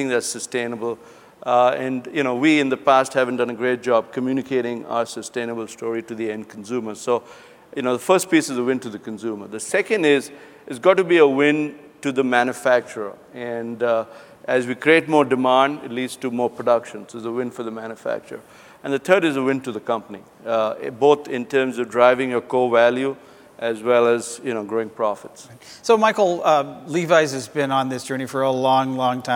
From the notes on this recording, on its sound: The best of live interviews from GreenBiz events.